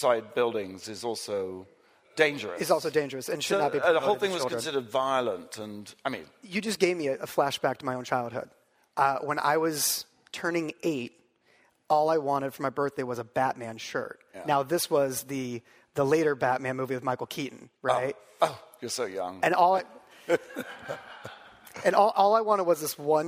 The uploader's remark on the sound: Live chat in front of an audience at 2019's Realscreen Summit in New Orleans.